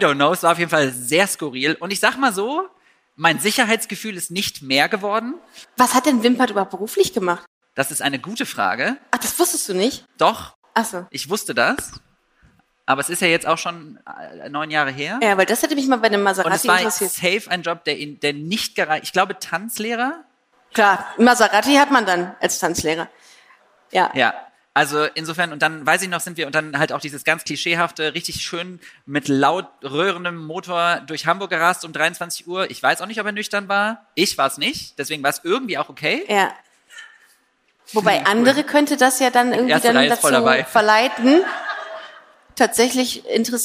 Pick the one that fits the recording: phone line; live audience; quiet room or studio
live audience